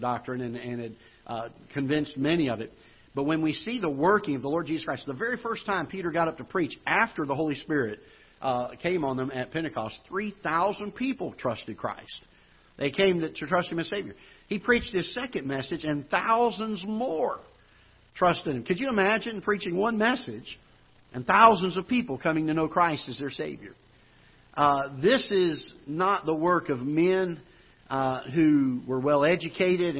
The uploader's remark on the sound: Ketha Heights Baptist Church ~ Live Broadcast